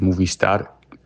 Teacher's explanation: das R wird am Ende einfach nur ein bisschen gerollt